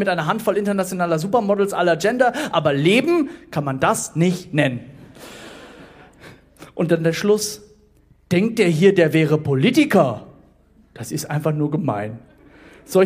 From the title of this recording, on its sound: Poetry Slam Audio